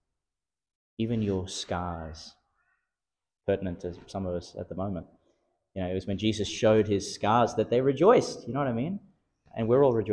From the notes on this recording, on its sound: Homily for the Solemnity of Corpus Christi, delivered in St Peter Chanel Catholic Church, Miriam Vale, Qld.